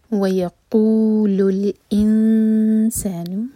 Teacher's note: نون کو چھپائیں گے، اخفا کریں گے، دو سیکنڈز کا ٹائم. انسان، ای کٹ آف ساؤنڈ کے ساتھ، اور ذال ناٹ ز، ایذا ذا مد طبعی، ما مت لسوف، سو مدلین، اخ رجو روپ الفتح تو روحوی، حیا یا دو حرکہ لمبا، فتح کی تنوین پر جب بھی ہم رکتے ہیں تو دو حرکہ کھینچ کر رکتے ہیں.